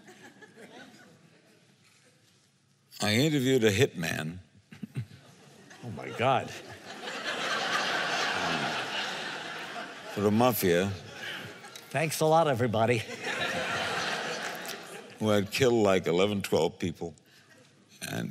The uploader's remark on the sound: The conversation was recorded on Jun 13, 2016 in front of a live audience at New York's 92nd Street Y.